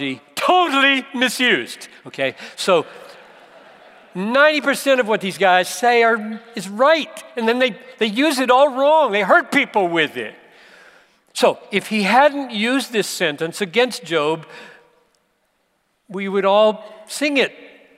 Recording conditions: live audience